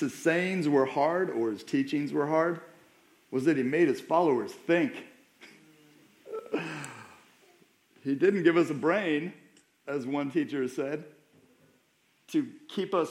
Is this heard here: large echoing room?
yes